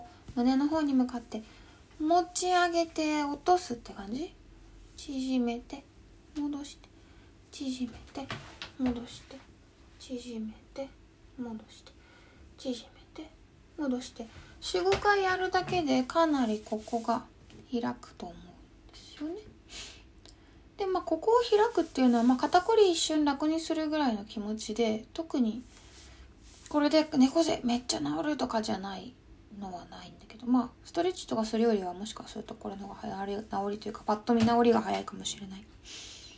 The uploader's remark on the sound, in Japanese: インスタライブの録音をそのままポッドキャストにしています